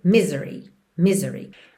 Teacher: Normalmente, misery tem a sílaba tônica na primeira sílaba, mas aqui, como a gente tem um alongamento da nota final, a gente acaba tendo misery, ok?